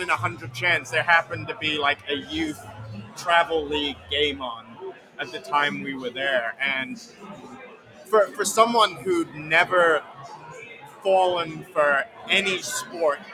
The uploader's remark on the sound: Recorded live on location at Northside Drafthouse in Richardson, TX